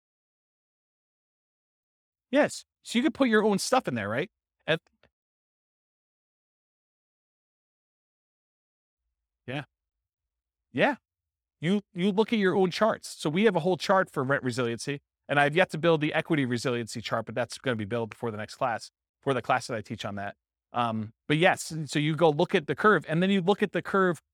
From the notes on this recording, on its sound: This was a live class recorded